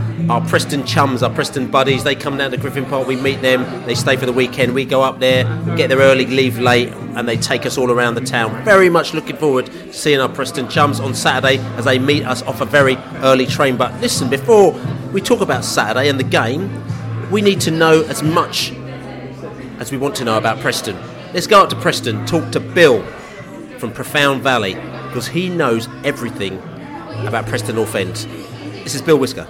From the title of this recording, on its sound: Podcast From the Pub